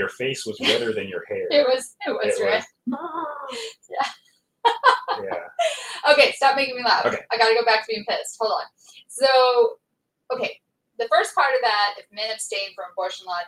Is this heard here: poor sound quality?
yes